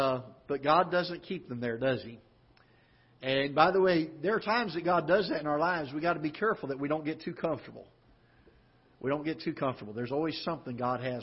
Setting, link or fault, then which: setting, large echoing room